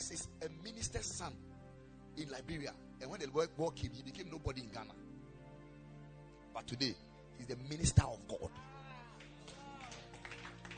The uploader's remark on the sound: Preached at the Ekklesia Chapel.